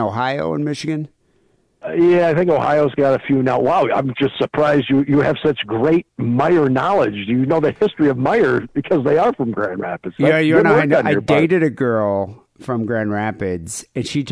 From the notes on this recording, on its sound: Phone calls.